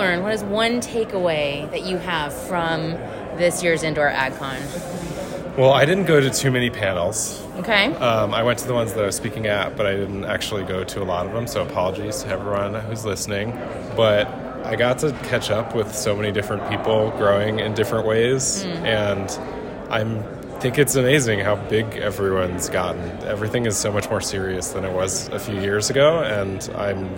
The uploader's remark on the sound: Last week we attended Indoor Ag Con in Las Vegas, with more than 800 people in attendance. We got the chance to catch up with a few of them on the expo floor.